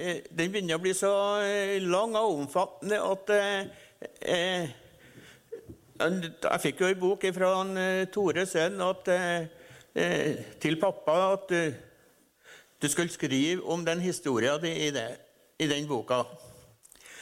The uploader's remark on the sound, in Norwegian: På trua laus ep.5 (LIVE!)